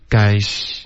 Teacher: Guys 的 z 的音不能发成 sh, guys, OK,它不是一个 sh 的音